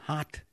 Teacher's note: Người ở Anh, ở Úc thì âm A đó được phát tròn miệng